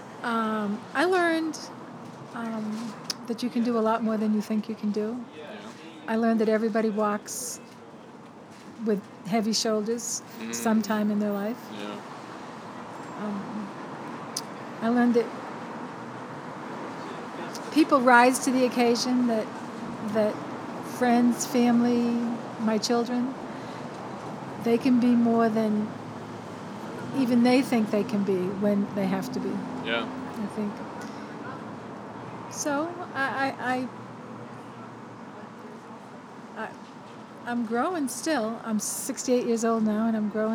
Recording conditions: sounds in the background